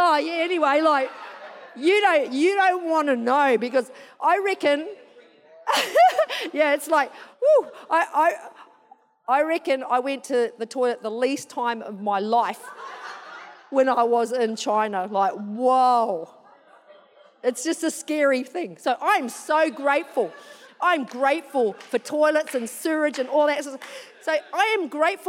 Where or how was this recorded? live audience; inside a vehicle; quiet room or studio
live audience